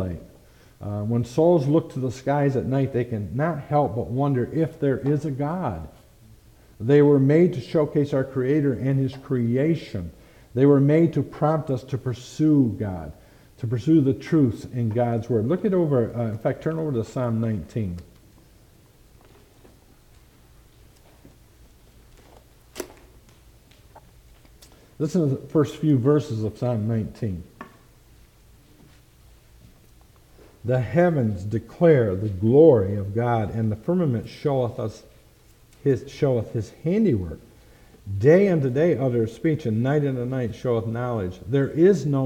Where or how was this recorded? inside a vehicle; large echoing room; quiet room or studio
large echoing room